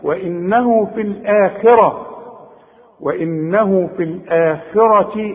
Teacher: الراء بقى مفتوحة بقى فخمها